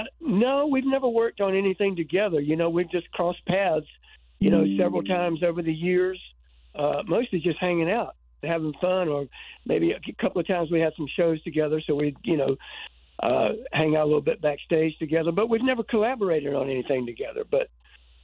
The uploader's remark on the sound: called